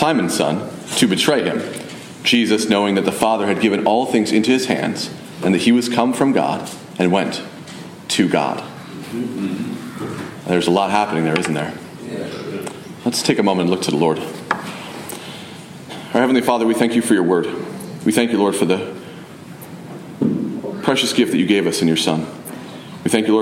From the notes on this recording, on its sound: Message delivered Sunday, November 19, 2023 at Mt Carmel Primitive Baptist Church, Bel Air